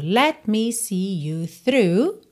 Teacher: você tá com a língua no céu da boca e já tá fechando os lábios pro me